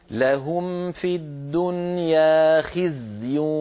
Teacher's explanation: خزي الزاي أعطها حقها من الرخاوة والرخاوة هي جريان الصوت